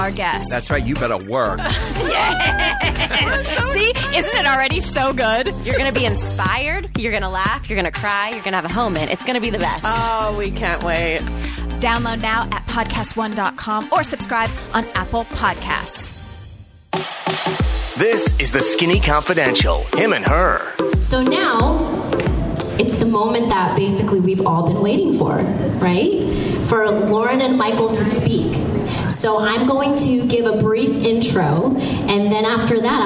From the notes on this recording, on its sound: They showcase their speech at The Collective Conference, that was hosted at the Trunk Club offices in Los Angeles.